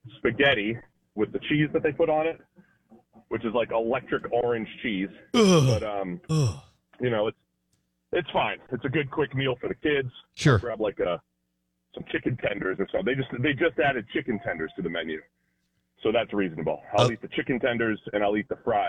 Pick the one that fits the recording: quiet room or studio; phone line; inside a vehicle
phone line